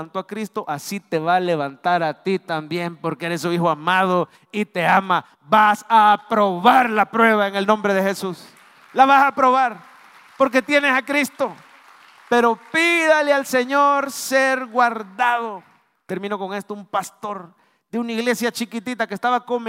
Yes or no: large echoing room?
yes